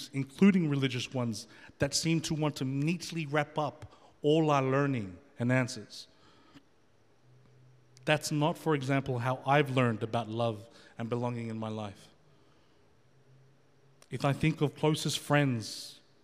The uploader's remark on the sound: The FaithFeed Live Studio Audience.